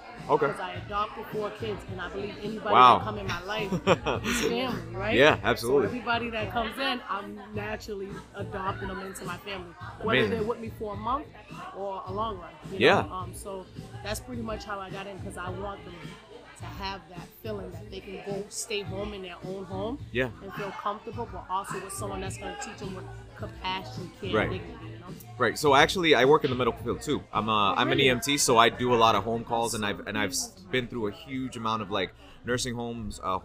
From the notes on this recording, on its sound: live from the recent 'No Judgement Foundation' drive